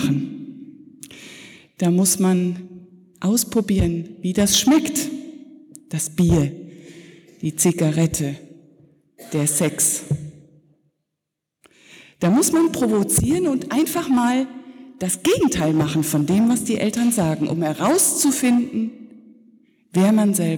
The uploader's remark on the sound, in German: Predigt zur Konfirmation der zweiten Teilgruppe der Konfirmanden in der Martin-Luther-Kirche Detmold am Sonntag Jubilate 2019.